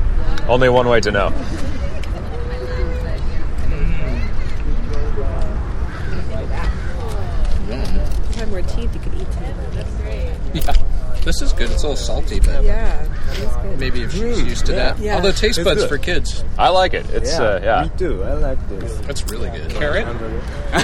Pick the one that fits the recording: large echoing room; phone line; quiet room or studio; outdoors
outdoors